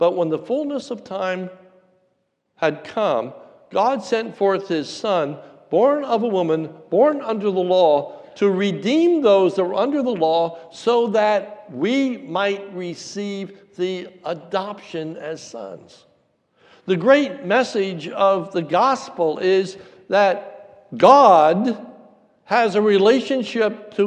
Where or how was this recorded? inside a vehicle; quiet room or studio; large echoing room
large echoing room